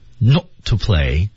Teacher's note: not 和 t 之间的 t 肯定不得不要失去爆破